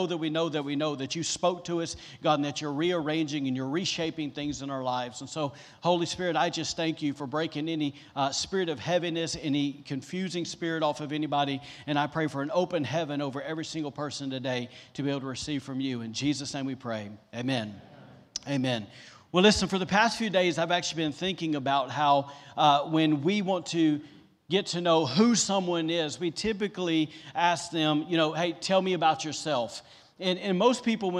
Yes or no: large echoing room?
yes